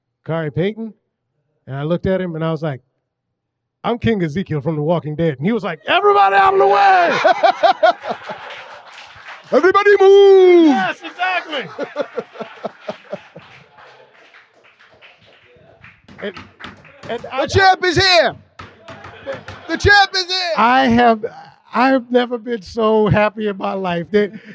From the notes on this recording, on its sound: live from the Scum and Villainy Cantina in Hollywood, CA